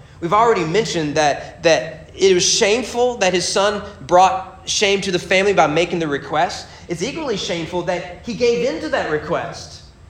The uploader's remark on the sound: Sermon preached at Morehead State University Baptist Collegiate Ministry on February 8, 2022.